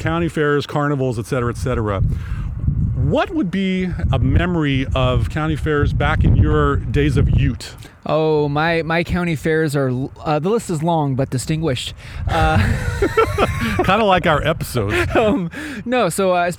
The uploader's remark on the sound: out on location at the constantly expanding Waypoint Park to record this episode